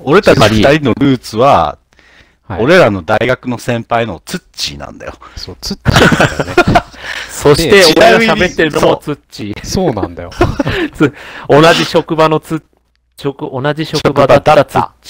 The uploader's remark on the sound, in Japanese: お詫び:今回音質が非常に悪いです。お詫び:今回もまだ音質が悪いです。原因調査中です。多分スタジオ環境が悪い・・？